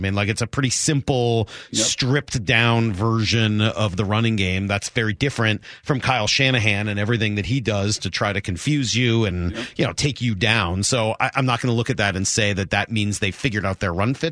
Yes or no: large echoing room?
no